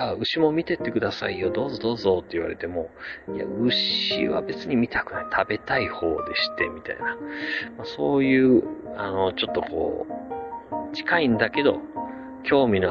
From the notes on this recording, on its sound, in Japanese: おっさん一人語り。四国旅の途中で立ち寄った道の駅にて収録。